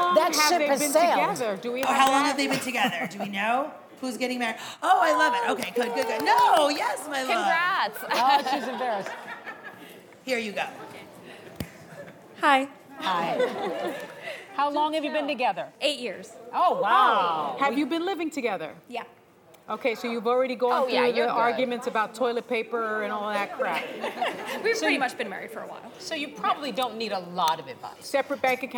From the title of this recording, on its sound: The Co-Hosts Answer Studio Audience Questions!